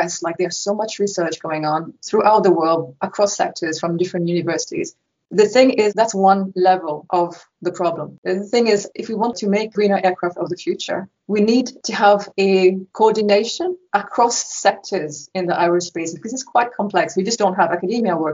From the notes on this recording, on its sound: Due to the COVID-19 pandemic, this episode was recorded virtually, so we apologise for any dips in audio quality.